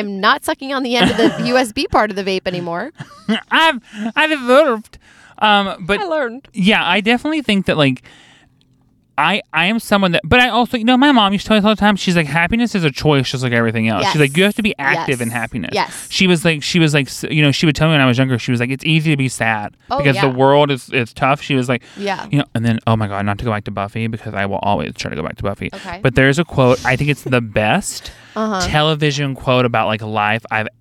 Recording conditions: inside a vehicle